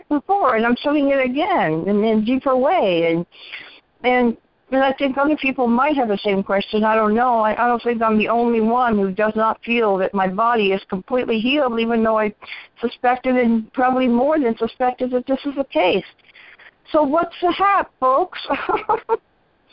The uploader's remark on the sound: ACIM Daily TEXT Conference Call